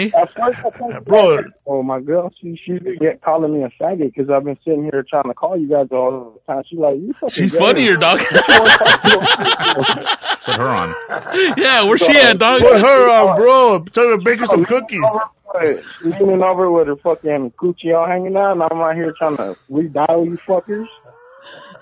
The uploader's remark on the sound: We did our monthly call-in show this week and took your calls for an hour.